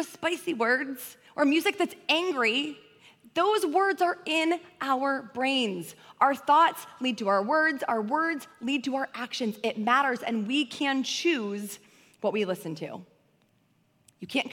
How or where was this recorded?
large echoing room